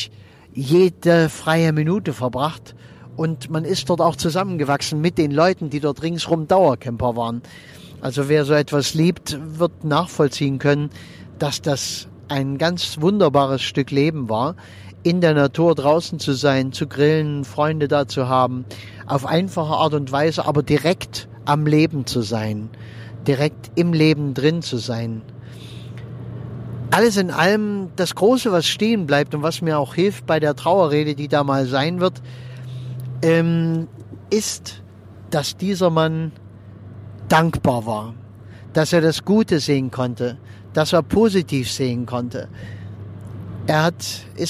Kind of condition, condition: setting, inside a vehicle